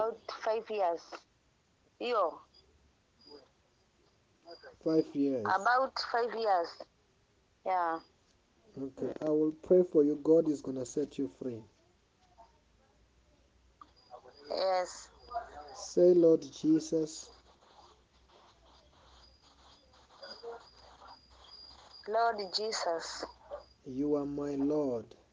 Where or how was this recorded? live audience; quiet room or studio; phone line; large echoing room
phone line